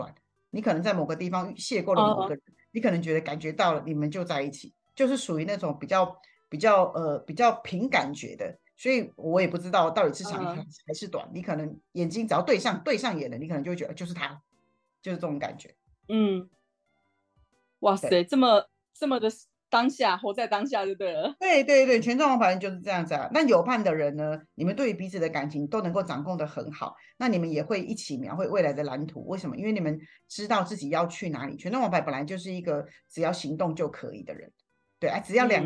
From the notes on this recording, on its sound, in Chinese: 透過連線的方式來進行錄音。如果音質上有任何的不穩定再請大家多多包涵。